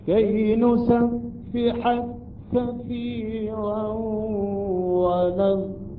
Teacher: يدغم كاف نسبحك بكاف كثيرا · Term: إدغام كبير